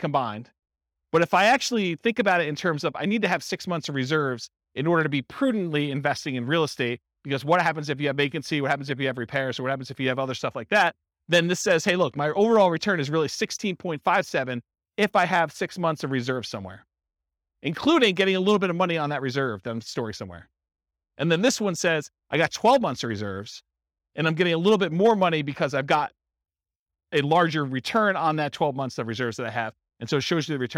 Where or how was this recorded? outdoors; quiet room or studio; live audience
live audience